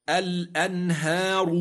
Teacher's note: الراء الساكنة لأجل الوقف وقبلها ألف مادية تفخم